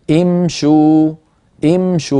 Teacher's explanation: يضمون الشين من أجل مجانسة واو الجماعة